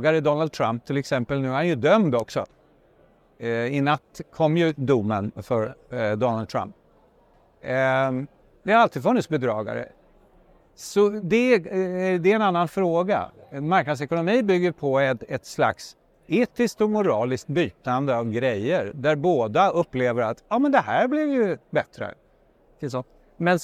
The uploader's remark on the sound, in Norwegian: live fra Oslo Business Forum